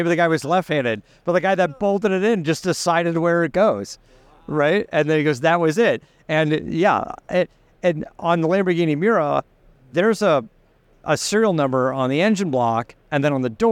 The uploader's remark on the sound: Ringbrothers live from SEMA 2023.